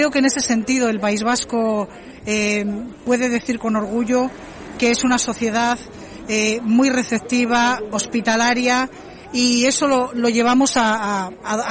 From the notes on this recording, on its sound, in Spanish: Estuvimos en directo desde El Puente de las Bolas en la capital de Arrecife apoyando la concentración contra el racismo en Lanzarote convocada por el grupo Antifacista de Canarias.